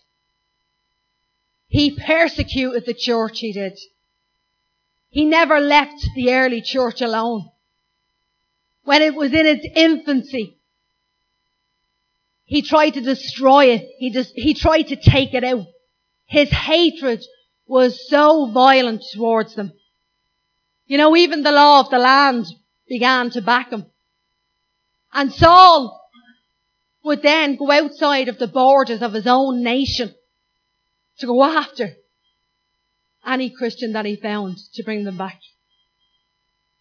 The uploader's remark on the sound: Recorded live at Liberty Church on 24th Feb 2019